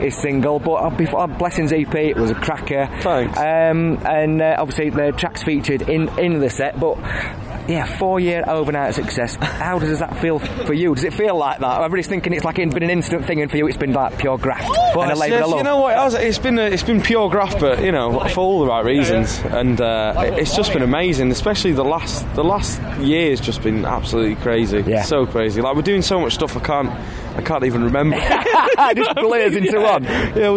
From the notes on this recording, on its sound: A sensational bank holiday weekend at Live at Leeds 2018.